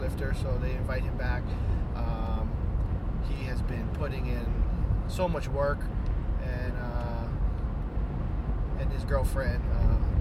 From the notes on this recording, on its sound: took a drive in the car so decided to record an episode